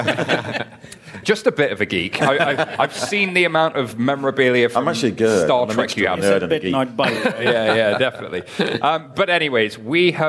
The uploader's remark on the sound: LIVE from Money20/20 Europe. We bring you our first ever live podcast, recorded in front of a live audience at Money20/20 Europe, Copenhagen. They discuss the latest news and stories with additional audience interaction.